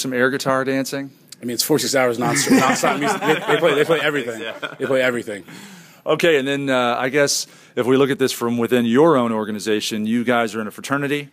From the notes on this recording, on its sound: The show begins live at Lehigh University with a studio audience